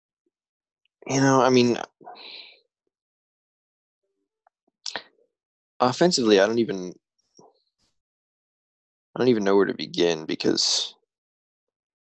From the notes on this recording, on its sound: Are on Zoom.